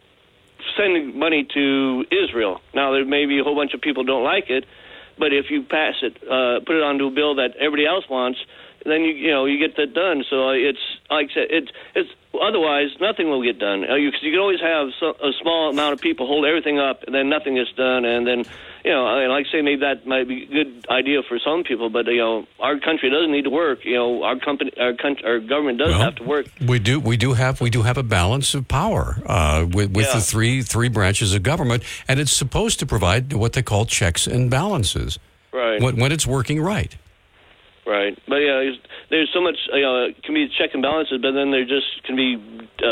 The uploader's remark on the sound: Open Phones.